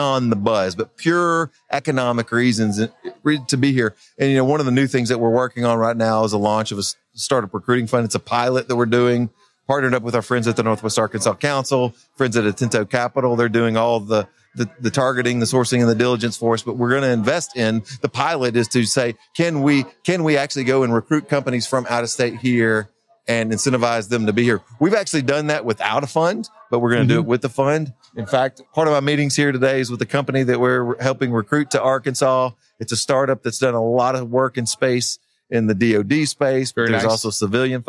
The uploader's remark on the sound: NWA Tech Summit Live. In its ninth year, the NWA Tech Summit came back with 1,700 registered attendees when it returned in-person to downtown Bentonville.